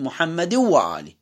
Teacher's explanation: يدغم التنوين، تنوين الكسر في الواو · Term: الإدغام